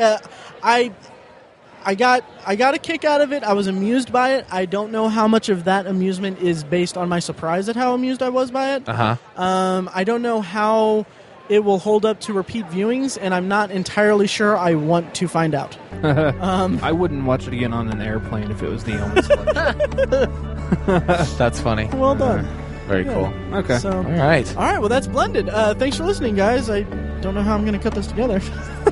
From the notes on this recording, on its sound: Live at Indy PopCon 2014. Recorded live from our booth at Indy PopCon!